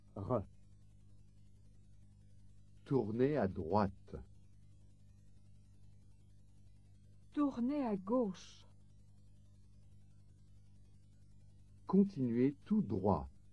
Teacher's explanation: Pay particular attention to the pronunciation of R. In French, this is pronounced at the back of the throat.